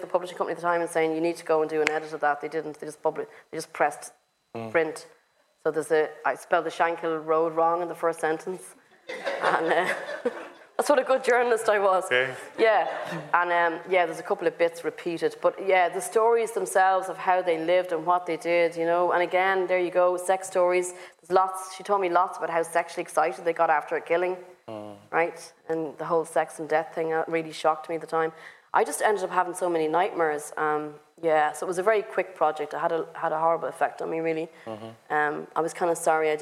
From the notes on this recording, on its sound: At the Mountains to Sea festival in Dun Laoghaire. Thanks to Mountains to Sea for facilitating the event at short notice.